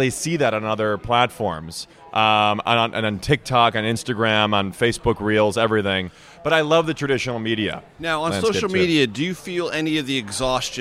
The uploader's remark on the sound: at Unconventional Diner in Washington, DC